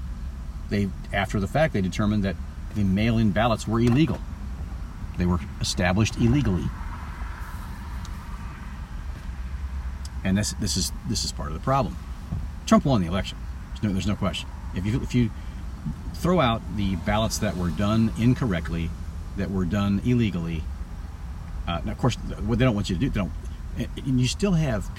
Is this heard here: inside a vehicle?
yes